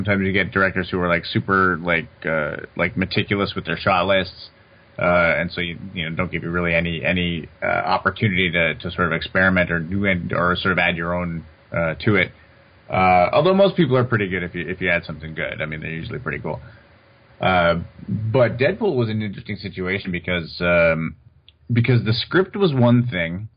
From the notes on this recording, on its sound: This was done over two phone calls.